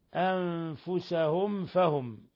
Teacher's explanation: ميم ساكنة جاء بعدها الفاء إظهار شفوي، بل هو أشد حالات الإظهار الشفوي